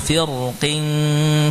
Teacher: Kalimat firqin dibaca tebal, dan kalimat ini termasuk yang diperbolehkan pula dibaca tipis.